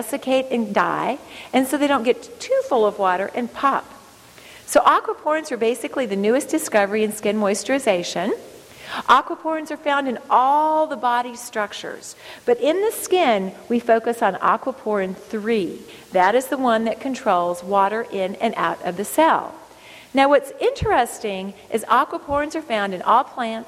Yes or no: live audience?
yes